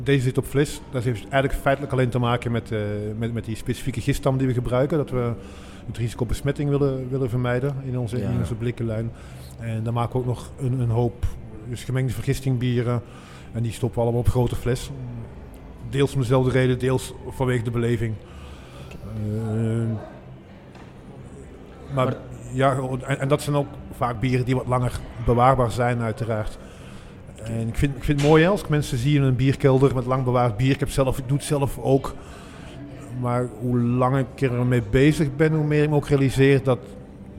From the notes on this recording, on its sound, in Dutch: Op dag 1 van het bierfestival The Beer Experience in Heusden-Zolder hadden we enkele gesprekken.